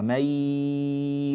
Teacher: أنا الآن أسد الأنف ولا أثر، إذن أنا ألفظ بياء خالصة، مي الأنف لا يعمل، هذا غير صحيح، مي الأنف يعمل، إذن هذا الصوت المطلوب، الأنف يعمل واختباره هو سده هكذا كما فعلنا.